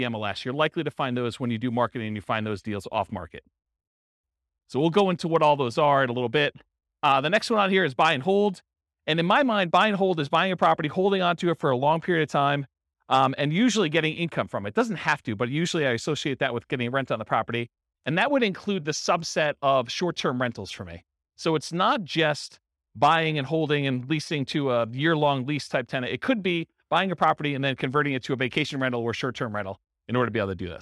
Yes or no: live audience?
yes